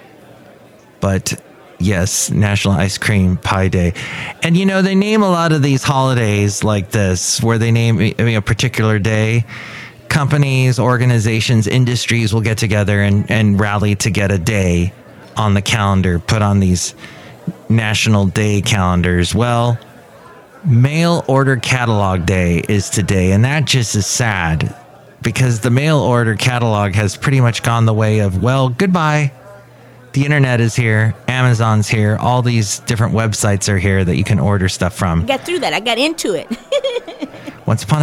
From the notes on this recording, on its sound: podcasts live from Café Anyway